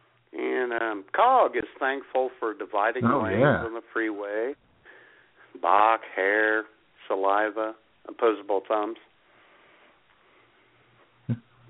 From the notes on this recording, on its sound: YOUR phone calls